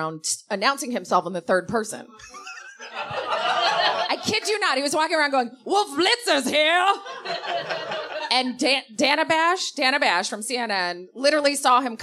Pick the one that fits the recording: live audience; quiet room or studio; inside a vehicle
live audience